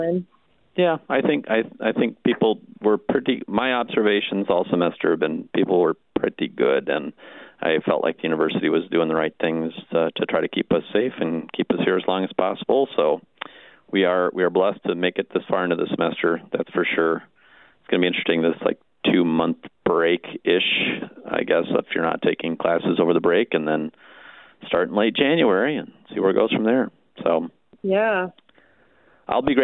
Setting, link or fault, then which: link, phone line